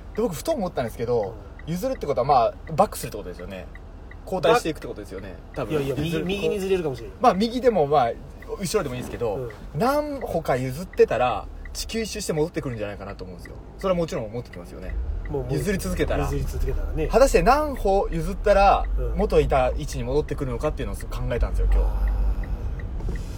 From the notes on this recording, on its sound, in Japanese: 仕事終わりの営業車の中で、いつものようにくっちゃべっています